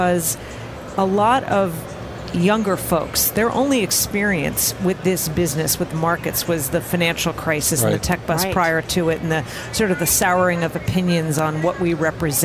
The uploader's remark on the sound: Live from Schwab Impact 2017 in Chicago